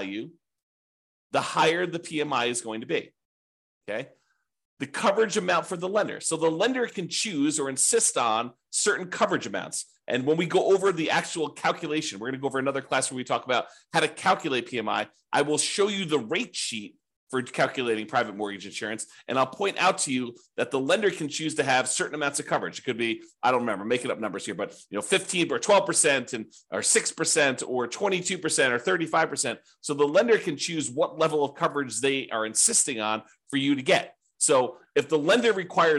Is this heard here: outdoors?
no